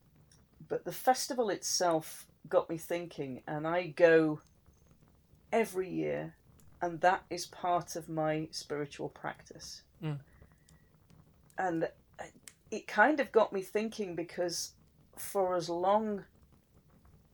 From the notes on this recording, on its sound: Background fire ambience